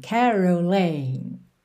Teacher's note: A sílaba tônica de caroling é a primeira, mas aqui a gente tem um alongamento dessa última sílaba, então a gente tem caroling.